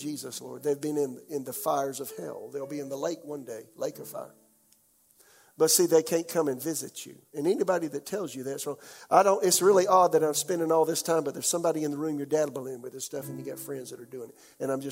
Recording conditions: large echoing room